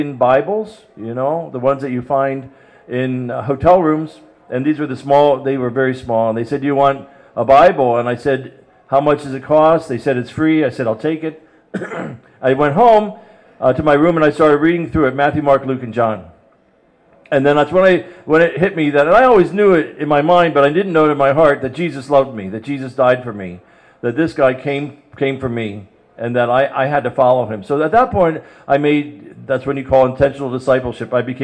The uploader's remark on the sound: We're on location at Theology on Tap at Forest City Brewery in the Duck Island Section of Cleveland.